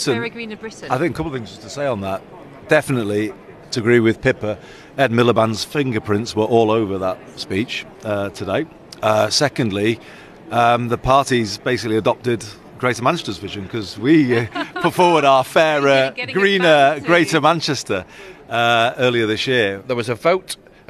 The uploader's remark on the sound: goes to the Labour conference in Liverpool, hearing from people in and outside the hall